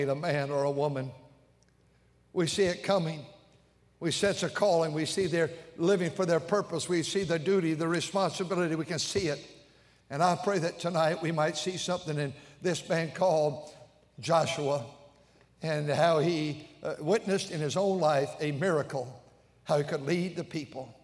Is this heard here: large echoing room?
yes